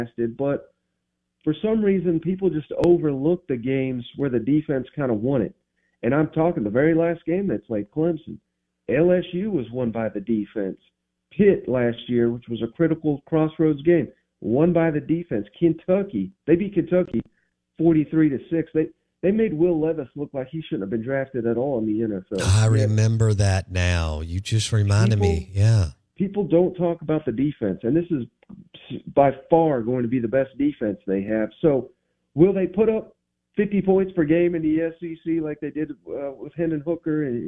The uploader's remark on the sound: joins the show on the Farm Bureau guest line